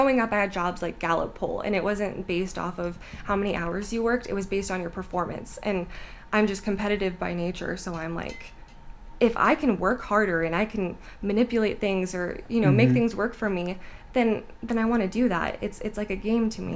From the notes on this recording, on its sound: I apologize for the space heater running in the background and making noise... But, we were cold.